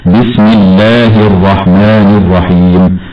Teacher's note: وهي هنا مدغمة لوقوعها قبل اللام. والألف التي بعد اللام الثانية في لفظ الجلالة تمد بمقدار حركتين، أي مدا طبيعيا حال الوصل · والألف التي بعد اللام الثانية في لفظ الجلالة تمد بمقدار حركتين، أي مدا طبيعيا حال الوصل، هكذا بسم الله الرحمن الرحيم. والهاء في لفظ الجلالة مرققة وتخرج من أقصى الحلق